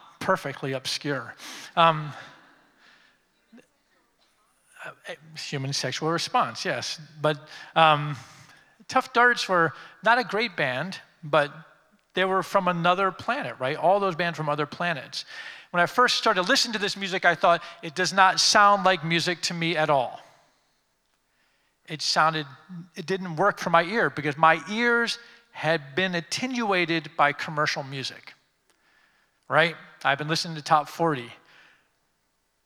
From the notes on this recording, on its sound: Creative Time Summit DC: Occupy the Future. Keynote speaker at our 2015 Summit, Occupy the Future, which took place in Washington, D.C.